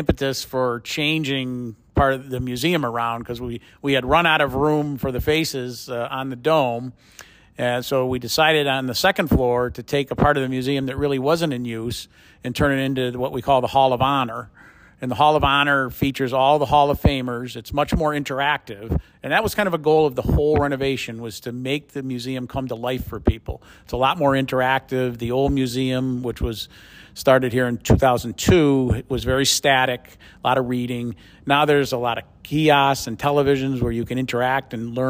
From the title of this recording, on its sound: Live from: The Court of Dreams